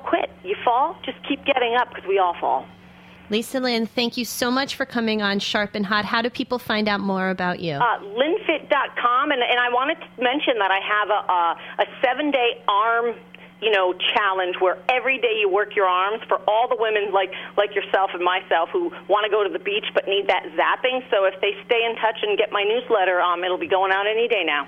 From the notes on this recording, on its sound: joined via phone